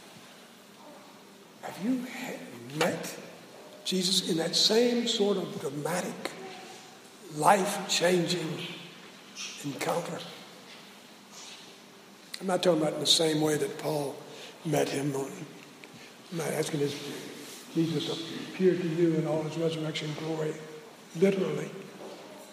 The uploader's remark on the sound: Preached at SBRPC on 2/14/16